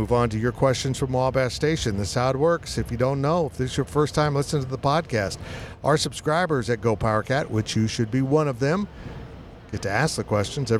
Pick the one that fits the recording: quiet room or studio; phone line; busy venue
busy venue